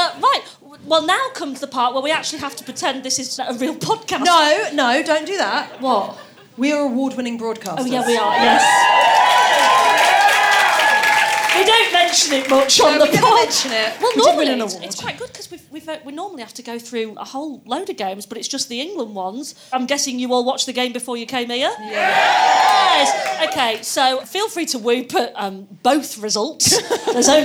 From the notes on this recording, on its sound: on home turf at the Komedia club